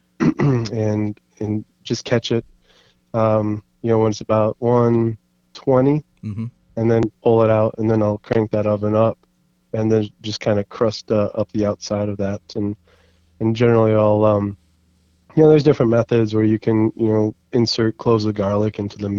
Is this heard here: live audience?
no